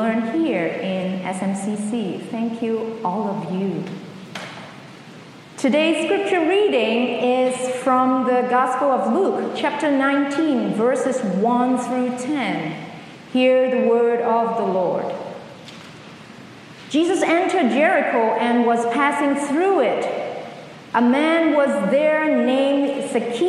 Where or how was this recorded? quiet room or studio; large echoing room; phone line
large echoing room